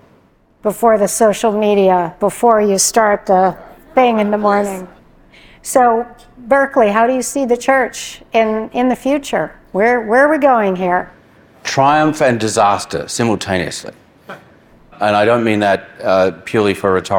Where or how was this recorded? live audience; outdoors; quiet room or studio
live audience